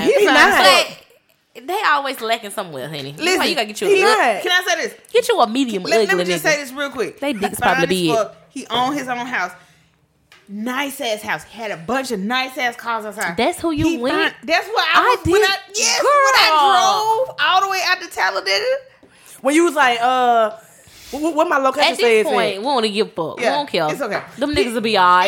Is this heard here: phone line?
no